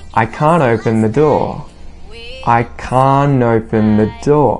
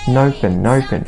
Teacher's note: As a result of this T being muted as well, when a word follows the word can't, and it begins with a vowel sound, quite often we will link these words with an N sound